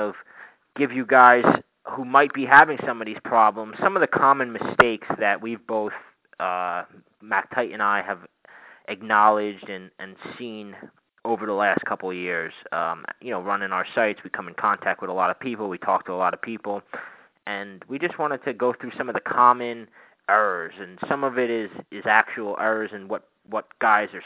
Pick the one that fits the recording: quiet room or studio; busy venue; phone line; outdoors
phone line